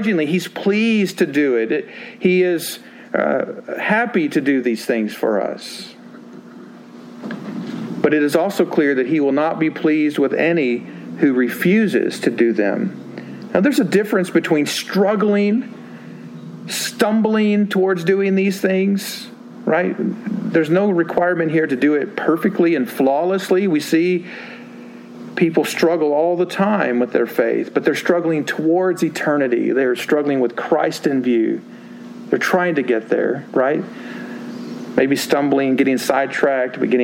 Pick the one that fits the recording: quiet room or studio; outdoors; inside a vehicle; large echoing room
large echoing room